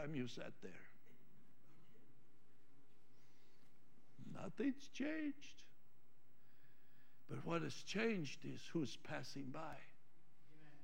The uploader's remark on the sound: Trinity Church Live